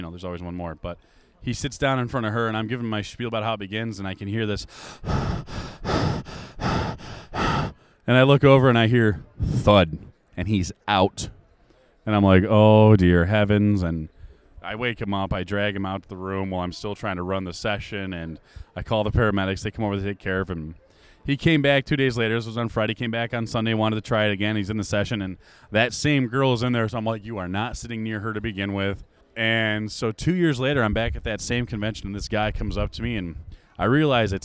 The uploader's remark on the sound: at Lexington Comic Con Mar 2017